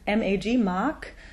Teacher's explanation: Auf mach gehen bezogen, am Abschluss eines Wortes wird das G mehr hart gesprochen, also schon in Tendenz zum K. So at the end of the word mag, mag, the G would actually become unvoiced and it would be harder, almost to a K